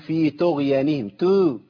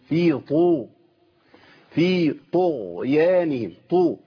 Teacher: طاء مضمومه، طاء مفخمه تفخيم عالي · Shown in: second take